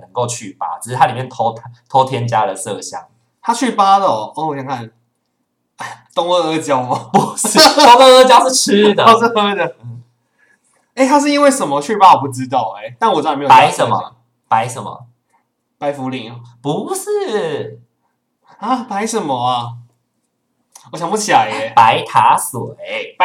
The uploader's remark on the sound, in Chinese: 抱歉這一集因為錄音設備設定問題，導致聲音不盡理想